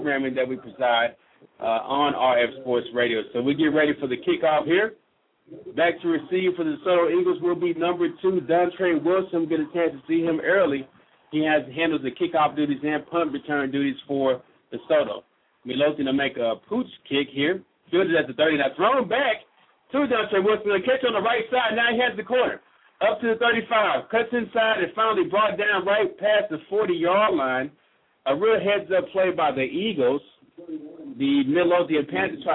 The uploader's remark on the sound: Live broadcast of the #2 team in the nation, the Desoto Eagles.